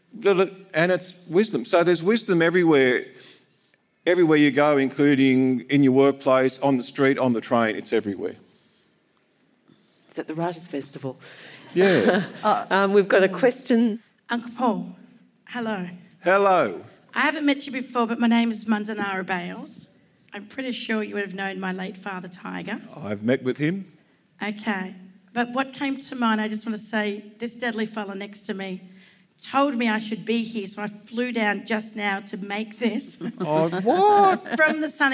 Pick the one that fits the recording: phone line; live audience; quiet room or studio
live audience